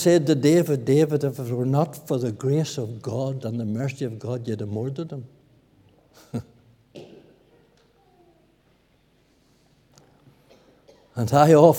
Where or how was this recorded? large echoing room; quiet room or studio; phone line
large echoing room